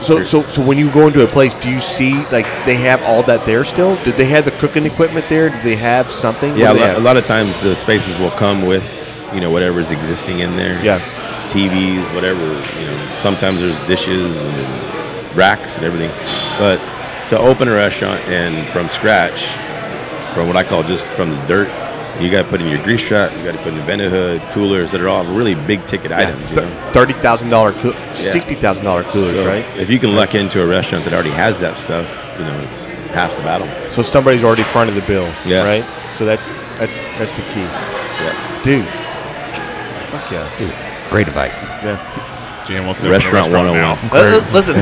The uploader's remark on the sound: On location at his sports bar